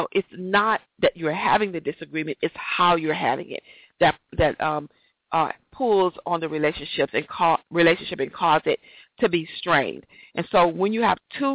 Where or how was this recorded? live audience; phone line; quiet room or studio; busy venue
phone line